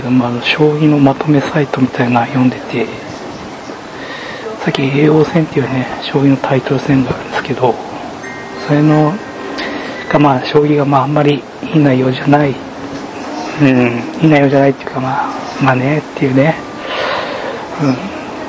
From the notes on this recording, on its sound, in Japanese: 初めてのボイスメモを録音してみた。一人喋りは難しすぎる！